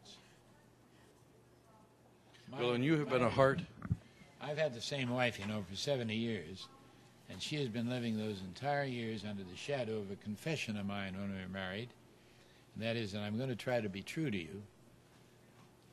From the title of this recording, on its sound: Interviewed At The Bookstore